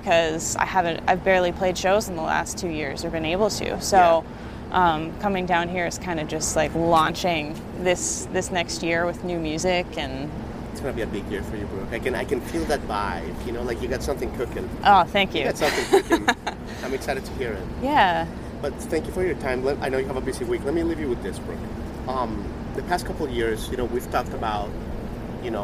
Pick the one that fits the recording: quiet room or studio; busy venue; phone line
busy venue